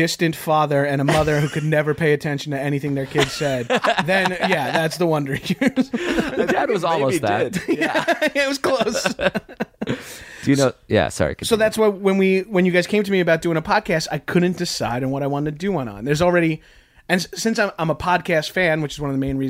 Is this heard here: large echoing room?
no